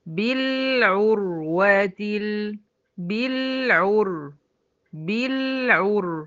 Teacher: هساوي الزمن بين اللام والري دي لان هما من نفس ايه الزمن اللي هو زمن التوسط